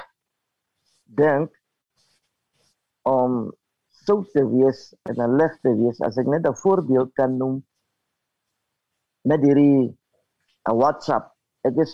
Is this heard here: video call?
yes